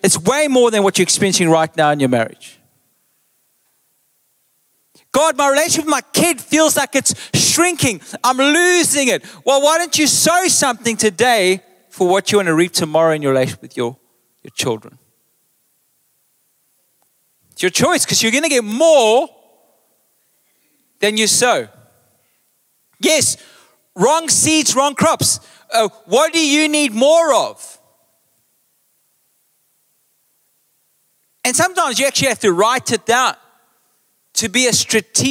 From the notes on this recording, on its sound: Recorded live on Sunday 11th June the 2023